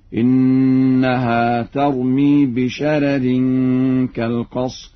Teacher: يقرأ ورش بترقيق الراء الأولى